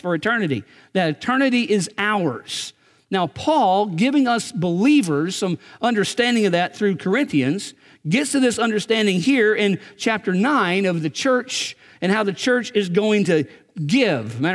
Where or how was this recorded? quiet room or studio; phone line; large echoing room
large echoing room